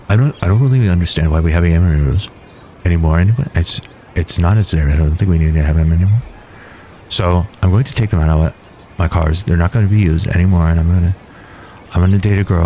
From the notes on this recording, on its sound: podcasts live from Cafe Anyway